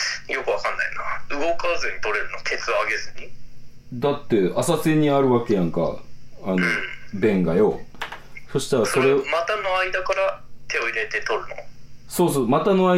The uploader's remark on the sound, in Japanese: 苦肉の策のテレフォンショッキング収録